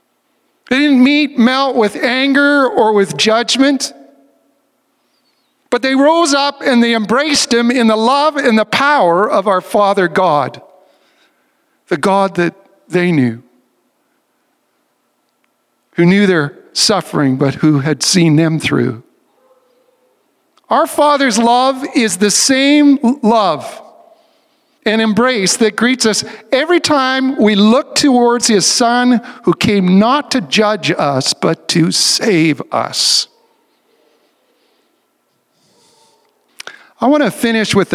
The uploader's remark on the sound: recording from the Vineyard's In-Person Worship Service